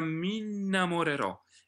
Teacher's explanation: la doppia è all'inizio della parola, la doppia consonante, la N. In questo caso siamo fortunati perché la N è una consonante che suona, che ha suono, su cui ci si può appoggiare, si può cantare con piacere sulla N.